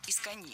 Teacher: Это наречие имеет ударение на последнем слоге